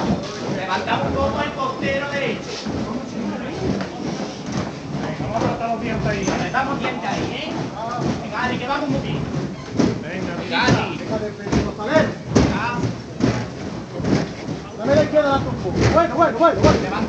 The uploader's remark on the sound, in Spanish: Retransmisión en directo del Domingo de Resurrección en Jaén en el año 2023. Hermandad del Resucitado.